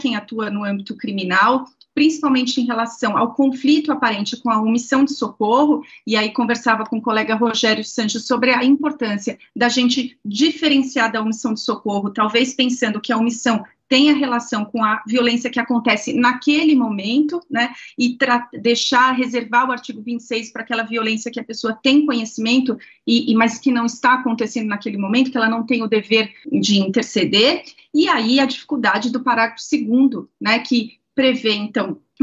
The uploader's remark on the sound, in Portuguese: O assunto foi debatido no webinar realizado pela Escola, em parceria com o Ministério Público de São Paulo.